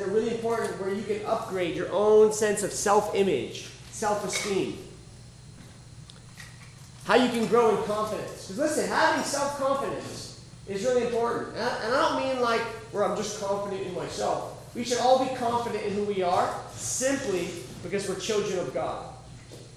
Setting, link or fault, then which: setting, live audience